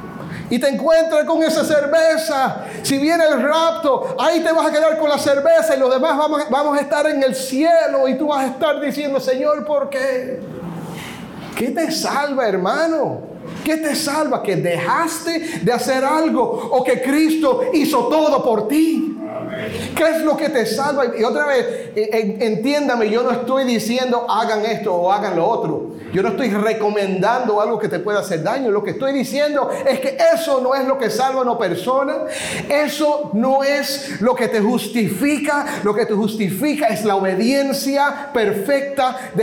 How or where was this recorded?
live audience